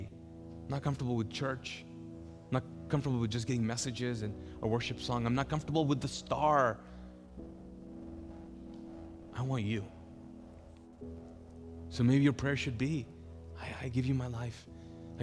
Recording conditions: large echoing room